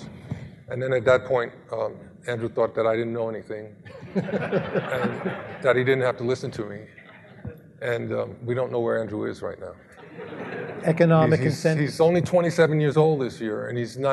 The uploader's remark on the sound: Live at Mason